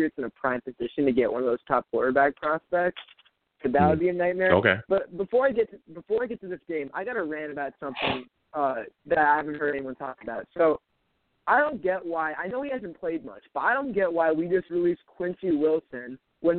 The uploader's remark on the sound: We’ll also take live callers!